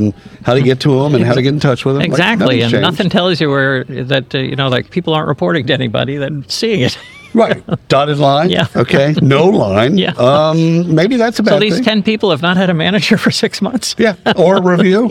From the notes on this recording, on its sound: Live at the isolved Connect roadshow in Palm Springs. Live at the isolved Connect roadshow in Palm Springs.